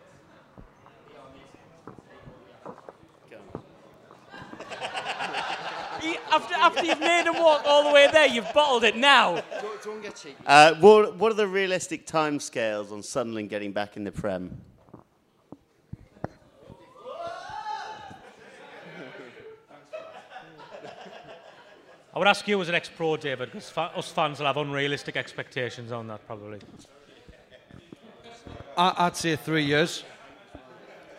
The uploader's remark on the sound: Live at Southwark Brewery! We'd like to thank all of the people that came out to see us.